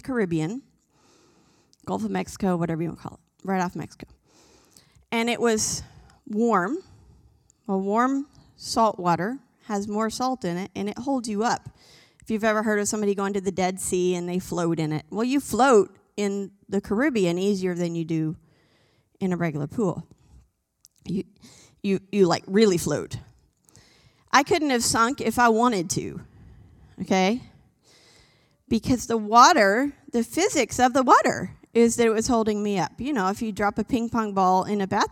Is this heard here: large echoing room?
yes